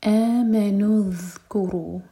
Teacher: دال ساکن پر تھوڑا سا ٹائم دیں گے، رخاوہ کریں گے